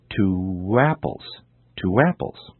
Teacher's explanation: two apples is pronounced as if there were an additional W sound, w, in between the words · Term: sound linking